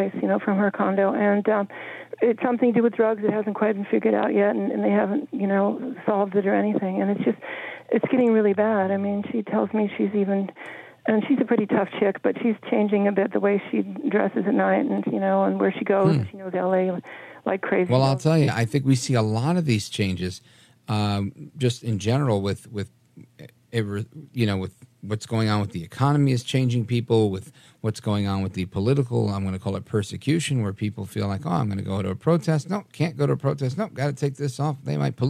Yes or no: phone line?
yes